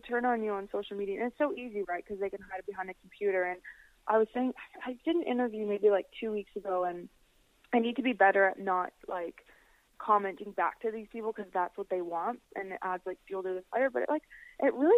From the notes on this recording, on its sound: Joins me by phone.